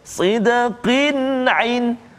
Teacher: Ha tu kan tanwin bertemu dengan huruf ain. Maka kita tak boleh baca dengung kat situ. Sidqin ain salah.